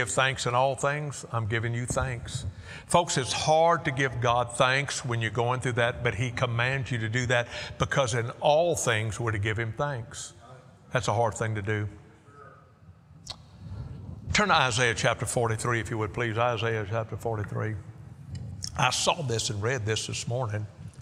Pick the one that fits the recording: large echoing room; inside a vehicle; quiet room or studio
large echoing room